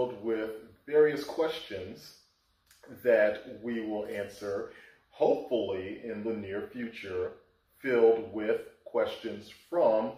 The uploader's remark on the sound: All of which was done under the watchful eye of our podcast overlord, the air conditioner! Apologies in advance for the audio. The podcast gods were unkind.